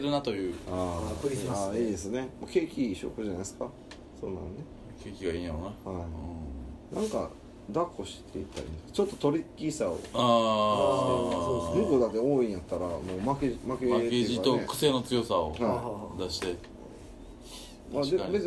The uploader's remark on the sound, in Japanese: 神戸、SPACE DOG!RECORD(お店)より。